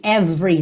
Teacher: você não pronuncia o E do meio